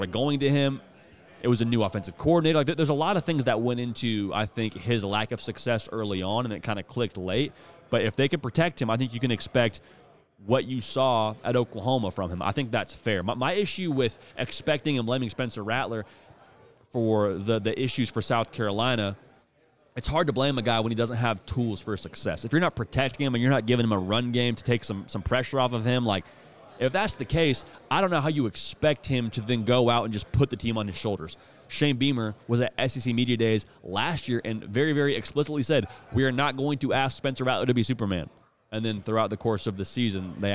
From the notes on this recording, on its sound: we are LIVE from SEC Media Days!